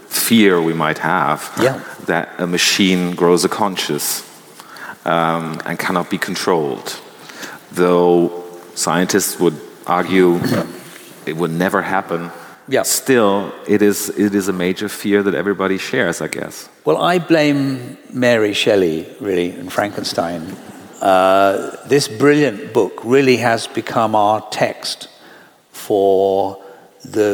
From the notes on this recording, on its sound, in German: in der großen Aula der LMU München in englischer Sprache aufgezeichnet.